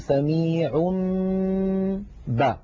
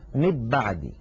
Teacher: فنطبق الشفتين على الميم وعلى الباء التي بعدها إطباقا واحدا · Shown in: first take